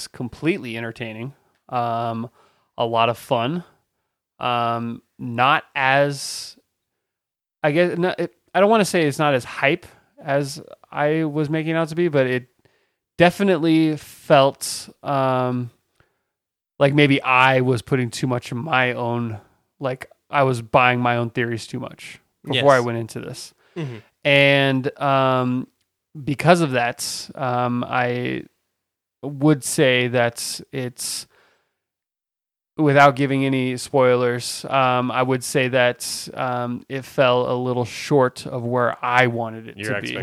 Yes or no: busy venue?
no